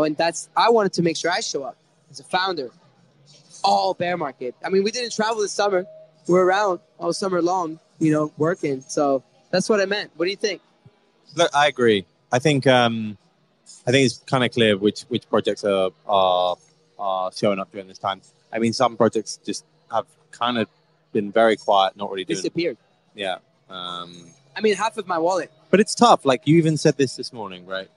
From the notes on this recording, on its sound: Today's episode was broadcast live from the Ledger OP3N event held in Paris, France.